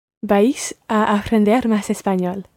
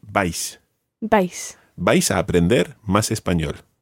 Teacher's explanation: It's almost like one syllable. You're pronouncing it ever so slightly as two syllables there, vais. But run them together and just say vais. · Shown in: second take